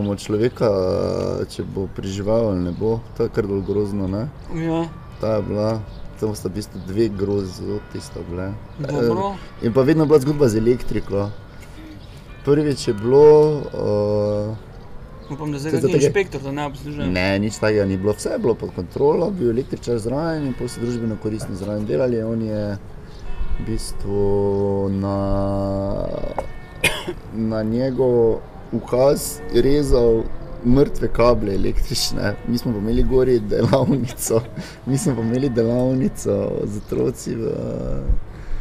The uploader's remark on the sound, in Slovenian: na ulici pred hišo ter pred publiko